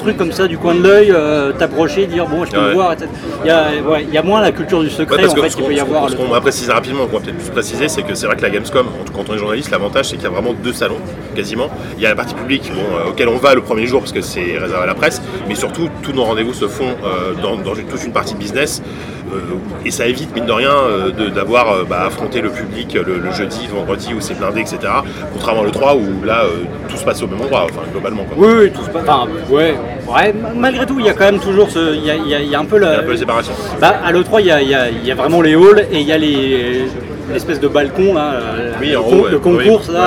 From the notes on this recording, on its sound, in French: Pré-Gamescom 2018 (enregistré dans le train).